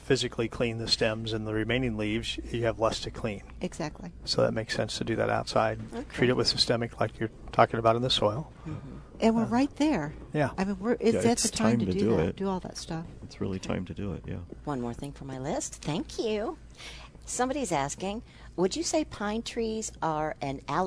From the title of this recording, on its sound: Live at Prairie Gardens